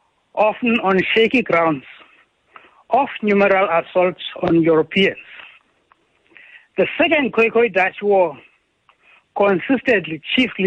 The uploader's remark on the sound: Listeners call in to read.